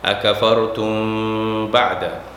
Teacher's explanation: মিম সাকিনার পরে বা আসলে মিমটা উচ্চারণ হবে না, ওটার সাথে বায়কে লাগাই দিতে হবে।